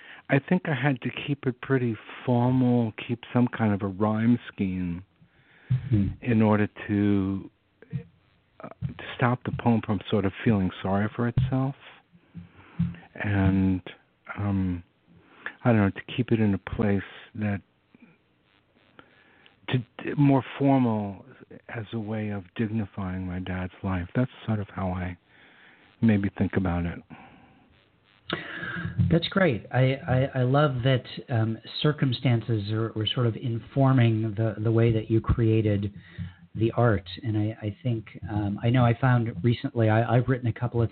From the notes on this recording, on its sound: Poets who called in from Sault Ste. Marie, Canada, Austin, Texas, San Francisco, California, Covington, Louisiana, Birmingham, Alabama, and Fargo, North Dakota.